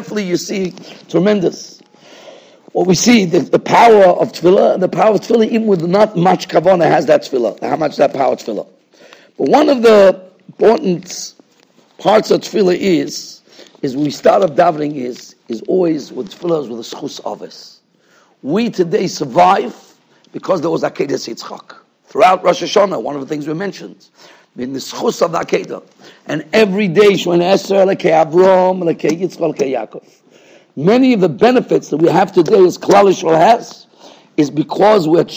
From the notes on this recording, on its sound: Shiur recorded in Yeshivas Ohr Reuven, Monsey, NY. Shiur given to Mesivta.